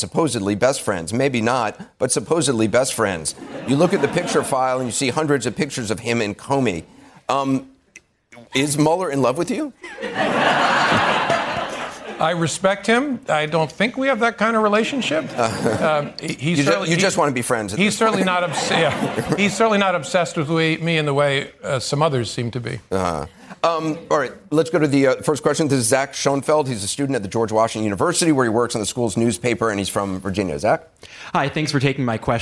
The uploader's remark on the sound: live town hall